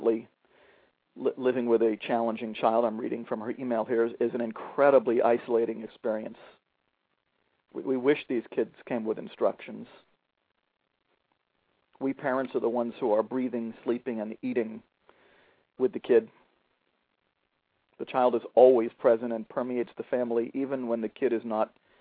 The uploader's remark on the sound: a father who called